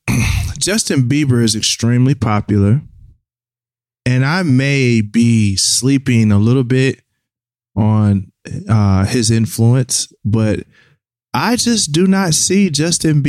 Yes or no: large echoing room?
no